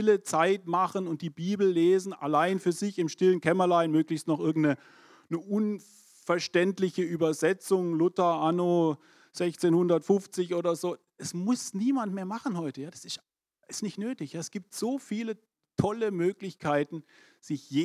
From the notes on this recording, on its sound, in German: 2022 in der Gemeinde Kaleo Schopfheim aufgenommen.